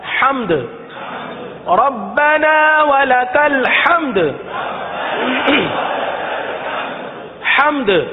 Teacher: حمد دال کا نام لینا ضروری ہے، دال پر قلقلہ ضروری ہے، تو اسے پورا ادا کیا جائے گا تب یہ ادا ہوگا۔ پڑھیے ربنا ولک الحمد، ولک الحمد، حمد، آخر میں دال ادا کر دیں ساکن، حمد، ربنا ولک الحمد، حمد۔